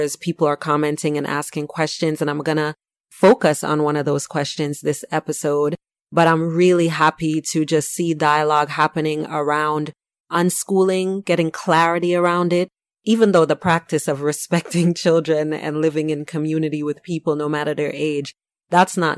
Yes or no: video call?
no